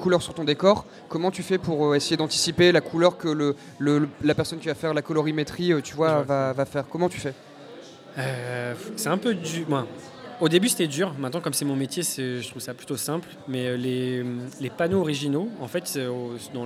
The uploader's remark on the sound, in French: Rediffusion du Forum de la Création Audiovisuelle ! Dans le cadre du « Forum de la Création Audiovisuelle » organisé par l’association Bulldog audiovisuel , nous étions en direct au Safran le 2 décembre dernier.